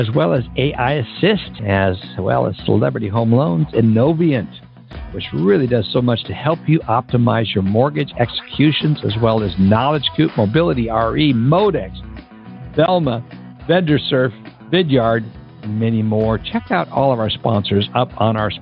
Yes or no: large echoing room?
no